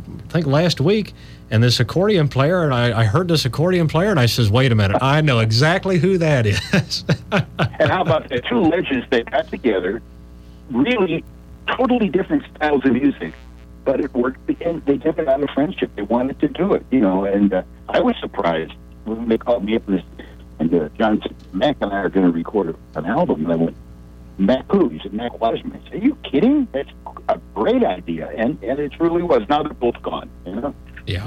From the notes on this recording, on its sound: We had two members of the band call in to The … Show on Saturday, April 25th.